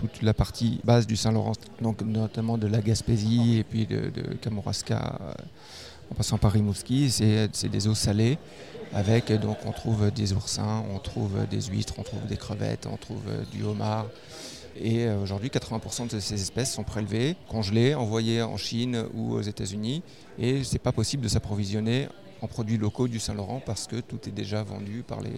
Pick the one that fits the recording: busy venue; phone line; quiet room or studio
busy venue